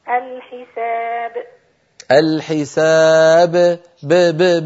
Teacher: من الشفتين فقط، لا تتبعي القلقلة بهمزة، لا تقولي حساء الحساب.